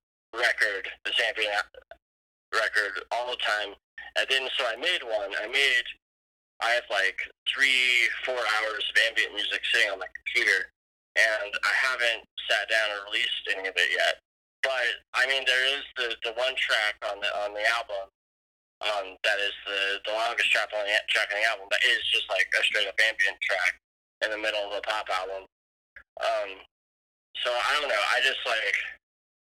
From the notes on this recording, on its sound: on a tinny phone interview